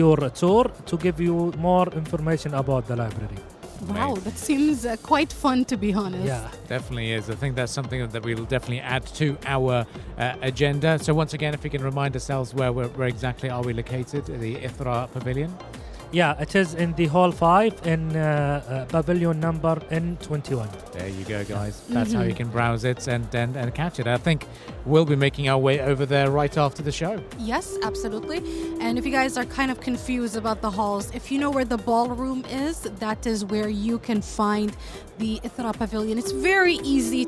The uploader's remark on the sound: Live at SIBF 2023